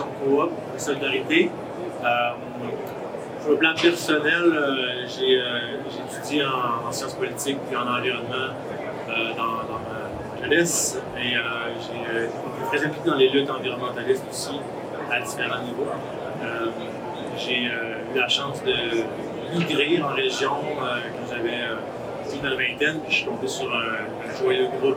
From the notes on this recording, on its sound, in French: Au Salon de l'agriculture. À noter qu’un problème technique nous empêche de diffuser l’audio original de ce panel de discussion. Nous sommes désolé pour la qualité sonore présentée ici.